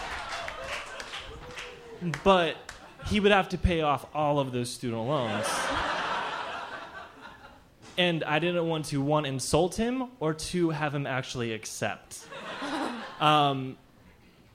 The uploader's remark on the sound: Ask Roulette is a conversation series in which strangers ask each other questions on stage. This excerpt is from our January regular show at Housing Works Bookstore.